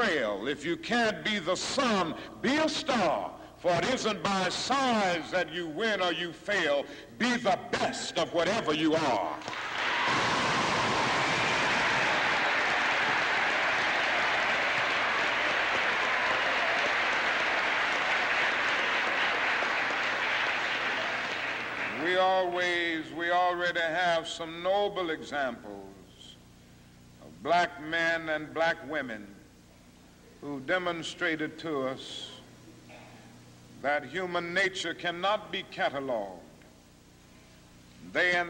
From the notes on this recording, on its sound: speaking to students at Barratt Junior High School in Philadelphia on October 26, 1967